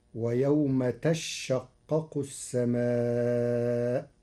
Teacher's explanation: قرأ ورش كلمة تشقق بتشديد الشين فتصير ويوم تشقق السماء، على أنه تتشقق فأبدلت الثانية شينا ثم أدغمت في الشين بعدها.